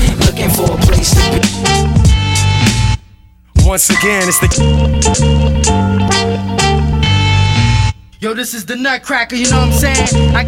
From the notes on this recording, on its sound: Live from 30 Years Of Hip-Hop at La Bellevilloise in Paris